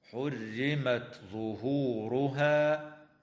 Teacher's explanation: وتظهر التاء مهموسة عند الظاء في قوله تعالى حرمت ظهورها ويجب الاحتراز من إدغامها في الظاء في رواية حفص عن عاصم.